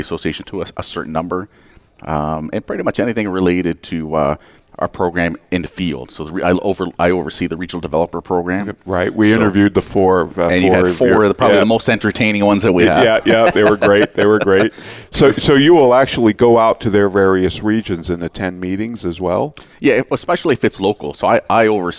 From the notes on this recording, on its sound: Live Broadcast at the The IPBC IGNITE Conference.